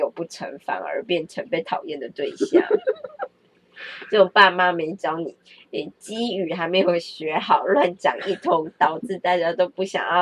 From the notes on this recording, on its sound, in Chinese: 我這兩天一直覺得自己的麥克風壞掉了，收音很怪!收音聽器來超像機器人的!